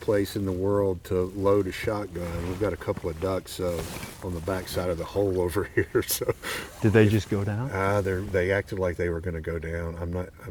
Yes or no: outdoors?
yes